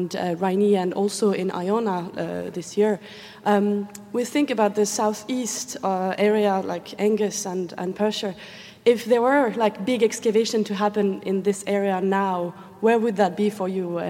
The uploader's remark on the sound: That discussion takes place in front of a student audience at the University of Glasgow, many of them studying this topic.